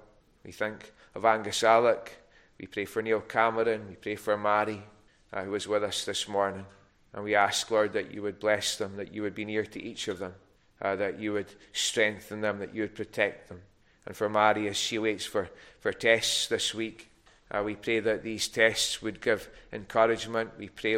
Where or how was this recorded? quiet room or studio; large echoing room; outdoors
large echoing room